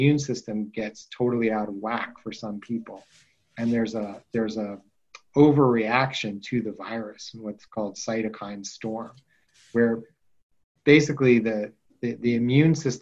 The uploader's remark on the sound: on the Zoom